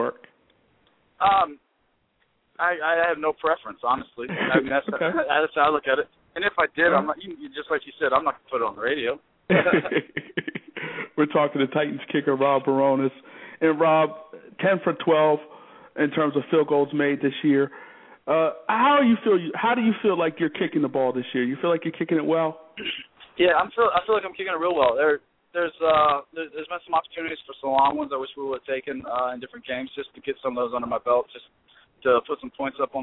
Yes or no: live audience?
no